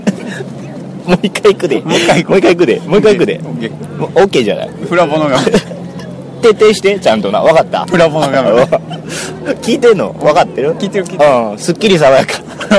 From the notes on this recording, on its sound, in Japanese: てんしばからハロウィン前夜祭をお送りしております。野外録音のため雑音が気になっておりますが。